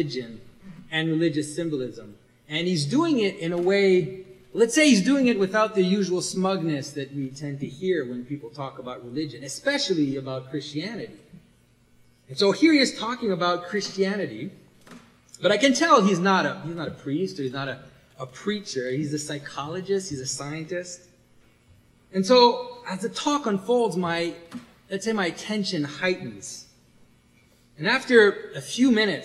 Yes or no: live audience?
yes